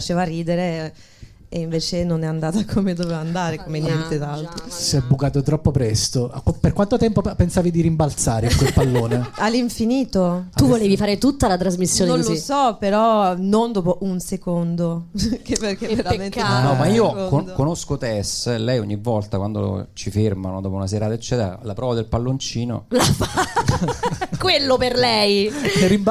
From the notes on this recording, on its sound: Live dal GhePensiMi di Milano